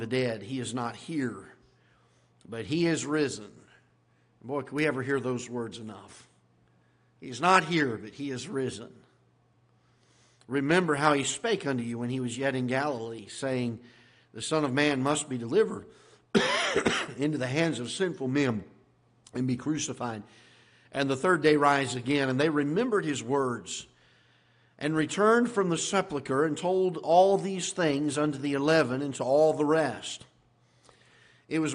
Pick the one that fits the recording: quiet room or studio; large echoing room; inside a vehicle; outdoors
large echoing room